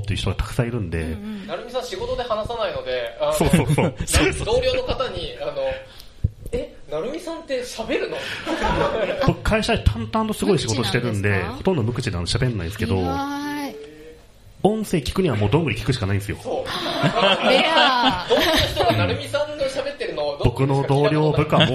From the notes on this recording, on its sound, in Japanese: 文化祭公開収録